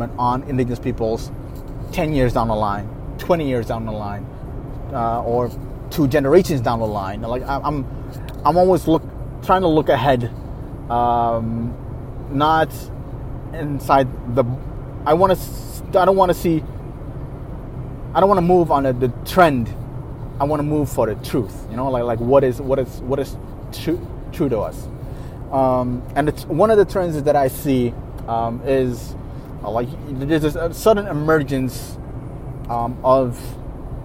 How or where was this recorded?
inside a vehicle